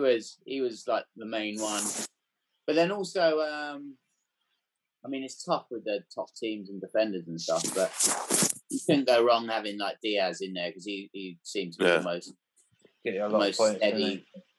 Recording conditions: video call